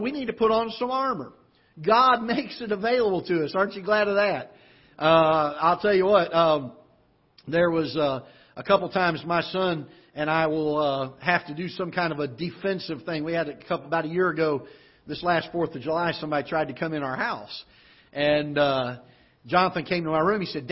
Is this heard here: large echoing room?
yes